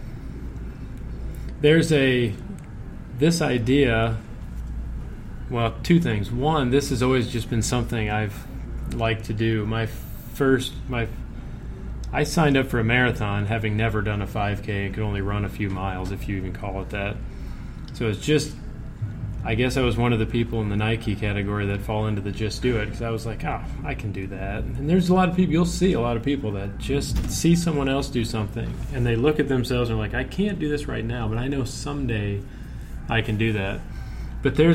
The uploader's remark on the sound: Recorded live at the monthly RFP Coaching Luncheon Workshop.